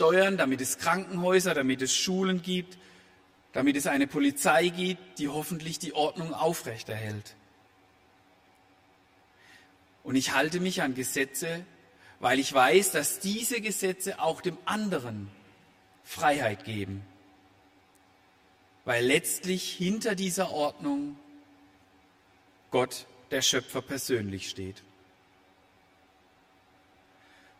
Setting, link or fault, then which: setting, large echoing room